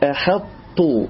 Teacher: الحرفان المتجانسان هما الحرفان اللذان اتفقا مخرجا واختلفا في بعض الصفات كالطاء والتاء في كلمة أحط، فهذا يسمى بالمتجانسين. حرفان اتفقا في المخرج، الطاء والتاء من مخرج واحد